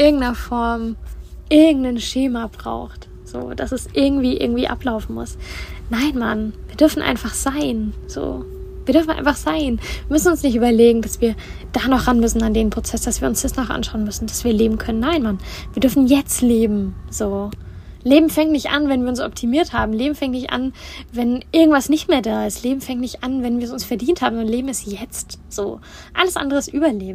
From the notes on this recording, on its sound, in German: Live aus dem Van. In der heutigen Folge schnacken wir live aus dem Van.